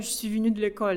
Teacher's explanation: А еще если французский язык, а, он в значительной степени м, устроен так, что там разные слоги очень быстро проглатываются, особенно если они безударные, и а, основное ударение у нас на последний слог